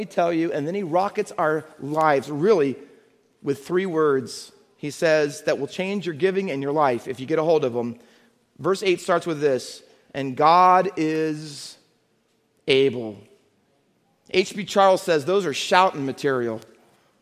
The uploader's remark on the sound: Faith Baptist Church in Hamilton, NJ.